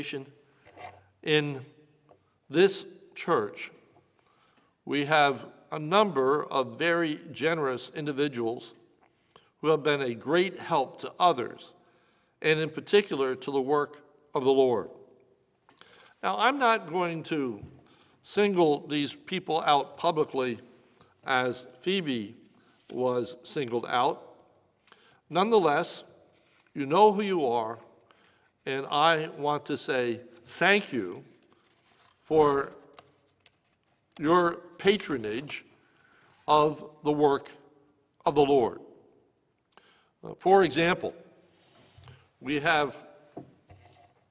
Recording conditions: large echoing room